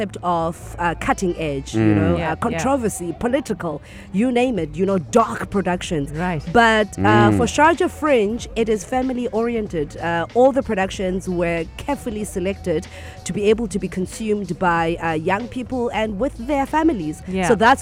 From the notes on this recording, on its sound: Are out and about at "Al Majaz Waterfront" broadcasting Yalla Home Live and having guests throughout their show.